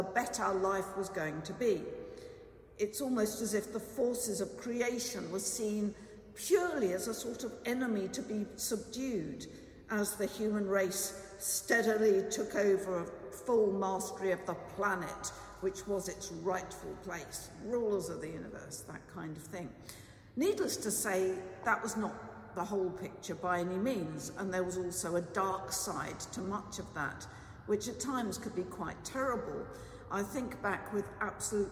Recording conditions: large echoing room